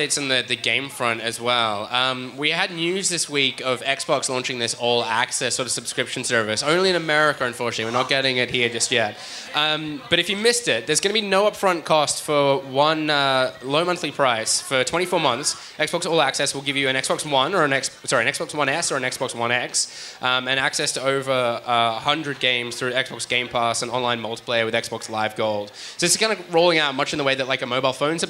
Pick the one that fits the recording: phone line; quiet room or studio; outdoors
outdoors